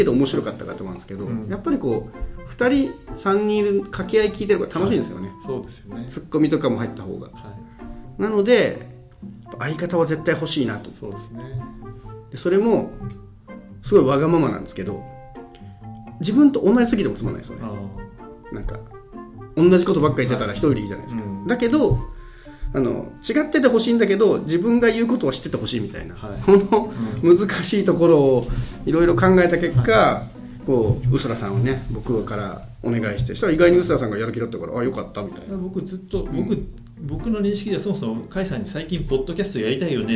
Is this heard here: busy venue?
no